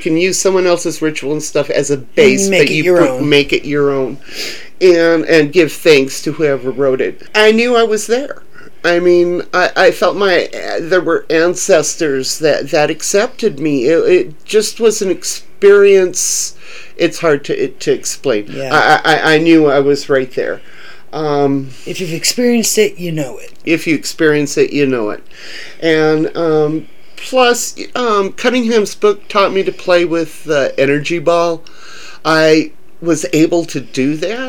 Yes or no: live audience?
no